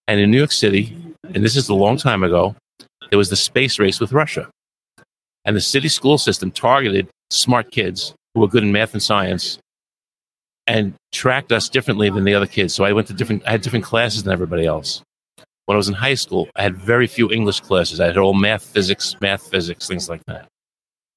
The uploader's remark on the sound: LIVE from SmileCon